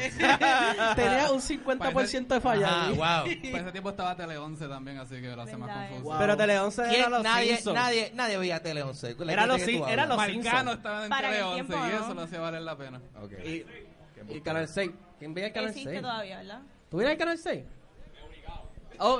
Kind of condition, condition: setting, live audience